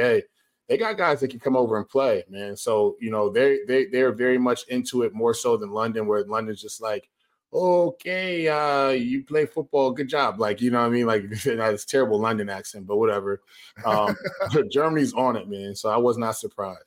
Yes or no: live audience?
no